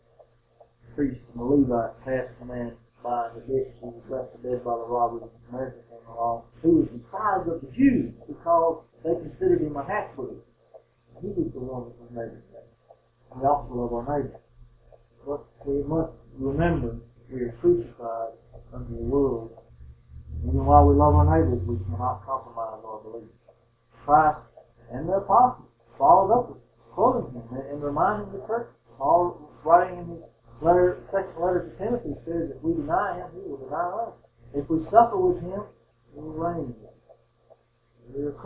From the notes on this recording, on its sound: The sound quality in this sermon is not as good as our usual sermons